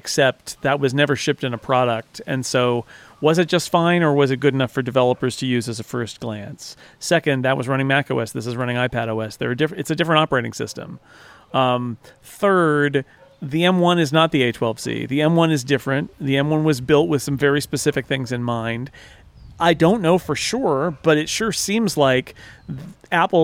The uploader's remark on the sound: An episode recorded live in the California sun. The breeze is blowing.